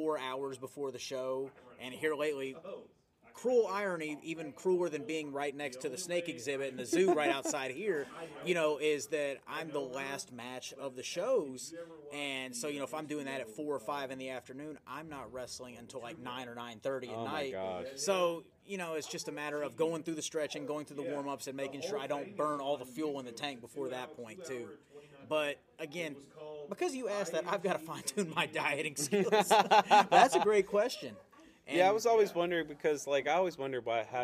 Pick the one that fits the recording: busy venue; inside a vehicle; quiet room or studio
busy venue